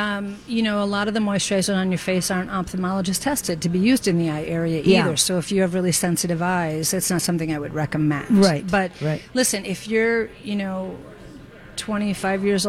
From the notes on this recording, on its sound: Live broadcast from the Children's Theatre Company. They answer young callers questions.